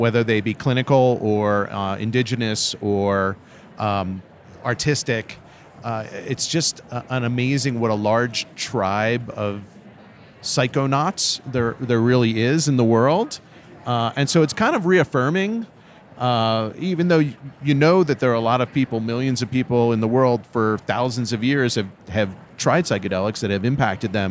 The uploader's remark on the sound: Live from Psychedelic Science. From attending the largest psychedelic conference in modern history.